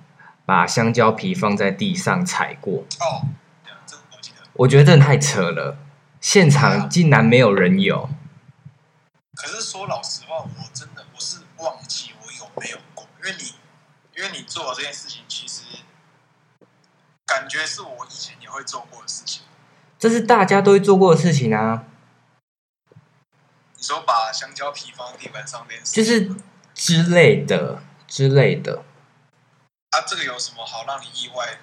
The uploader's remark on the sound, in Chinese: 這次跟三位好友一起直播。音質我盡力了非常之抱歉。